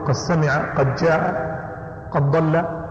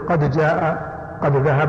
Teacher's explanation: يدغم الدال في بعض الأحرف وبعض العرب يفك فيقلقل الدال